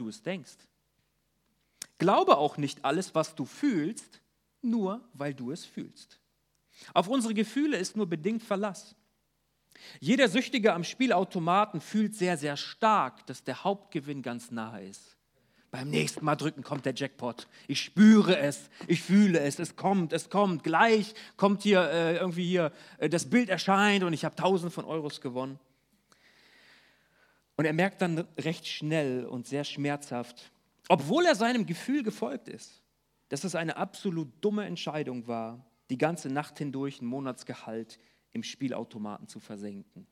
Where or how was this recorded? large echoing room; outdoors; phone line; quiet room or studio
large echoing room